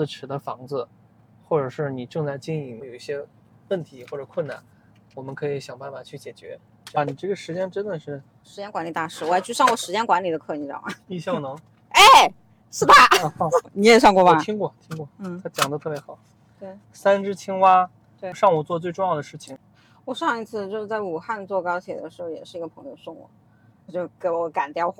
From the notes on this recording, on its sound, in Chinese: 这期很特别，因为我忙着赶车所以是在车上录制的这期播客。